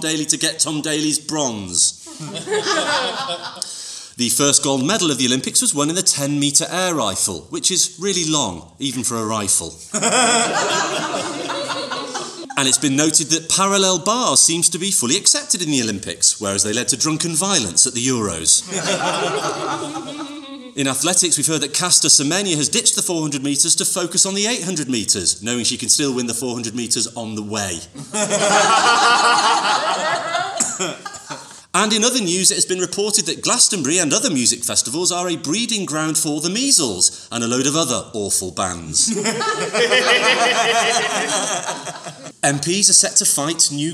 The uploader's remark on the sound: Recorded at the Westwood Centre in West Yorkshire in front of an audience of humans.